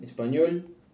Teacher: Final syllable sounds like S and N are often omitted, and his R's often sound like L's. · Term: Caribbean-style Spanish